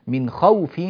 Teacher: مد اللين أو حرف اللين في غير الوقف لا يمد أصلا، فنقول من خوف بسم الله الرحمن الرحيم، كلمة خوف لم نمدها لا حركتين ولا أي شيء، إنما زمنها زمن الحرف الساكن العادي.